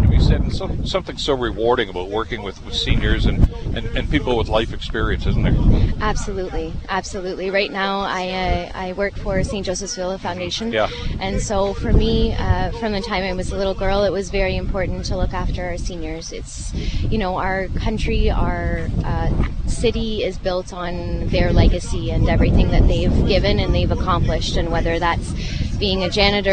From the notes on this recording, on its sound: Live from Gore Park. Held a live broadcast from Veteran's Place, in downtown Hamilton, Ontario.